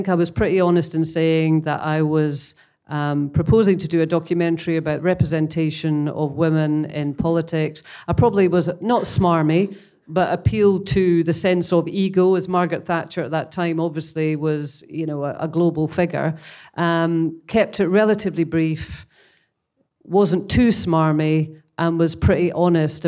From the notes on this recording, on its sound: Which was recorded at a recent Gold Circle event. In the latter part of the episode, you will also hear an insightful Q&A with Gold Circle members.